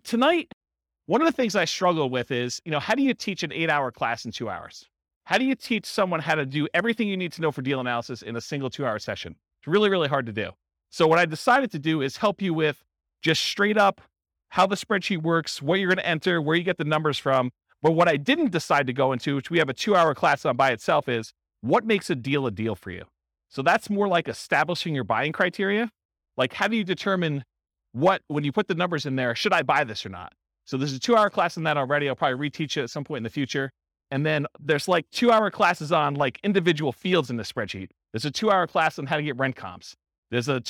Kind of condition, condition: setting, live audience